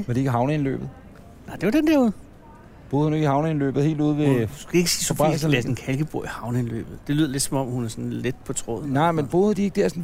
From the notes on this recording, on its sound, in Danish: Dette afsnit er optaget på molen i Københavns Nordhavn.